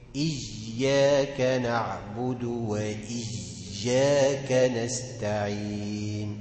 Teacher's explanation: يشرب الياء زي الجيم لأن مخرجهم قريب من بعض